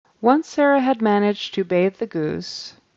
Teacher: he seems to pronounce that H on the end of Sarah. He went Sarah and then had.